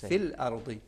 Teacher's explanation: ایک مثال، ان کے علاوہ جو حروف مثلاً یہاں پہ انہوں نے جو تلاوت کی اس میں فل ارض، لام ساکن ہے یہاں پہ، تو فل کھینچ کے ارض پڑھنے صحیح نہیں ہے، فل ارض۔ صرف ہمارے پاس نون اور میم کے احکام انشاءاللہ بعد میں جب موقع ہو تو ہم اس وقت عرض کریں گے۔